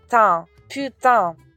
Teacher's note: Ha ah, una piccola curiosità fonetica riguardo la parola putain Dunque, putain, come dicevo prima, si scrive putain, P-U-T-A-I-N, e la parte finale, T-A-I-N, si pronuncia con questo suono che sembra una A molto nasale, quindi tin, putain.